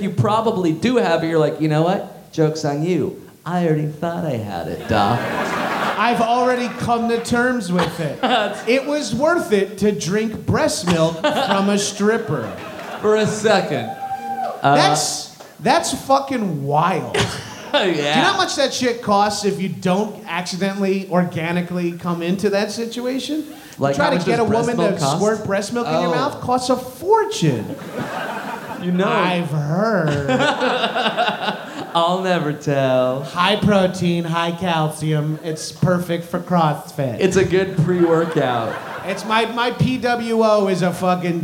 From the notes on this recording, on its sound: Live in Montreal! Live at Just For Laughs comedy festival in Montreal!